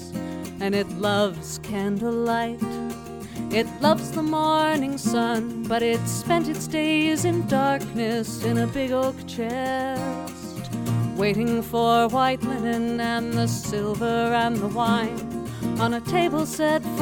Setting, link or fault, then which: setting, busy venue